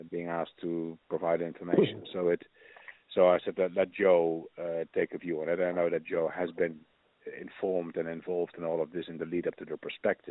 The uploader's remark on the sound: Full phone call